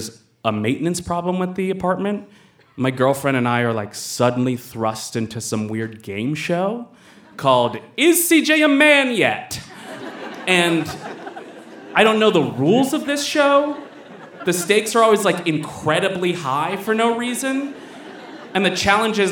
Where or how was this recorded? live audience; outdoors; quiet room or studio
live audience